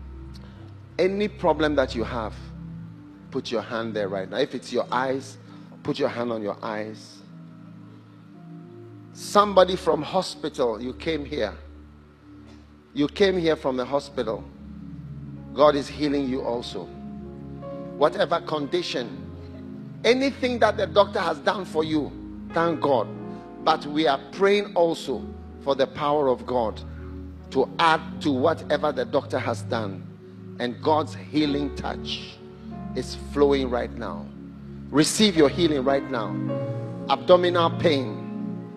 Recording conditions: large echoing room